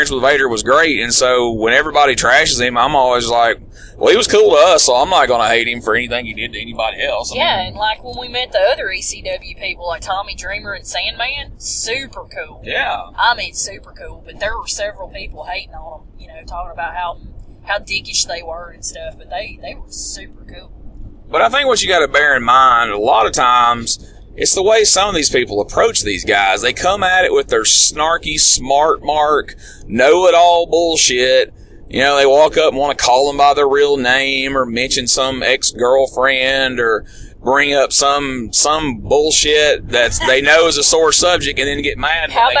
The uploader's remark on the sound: WrestleCade 2015 in Winston-Salem, North Carolina while driving back from the event.